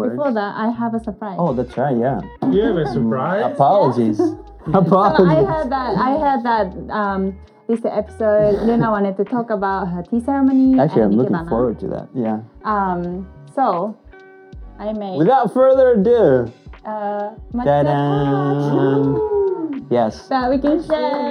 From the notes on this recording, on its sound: Sorry about the audio issues guys!!